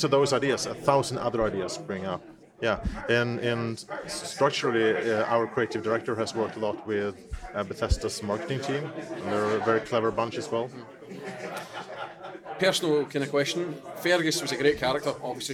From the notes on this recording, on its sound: During EGX 2017 we got the chance to tag along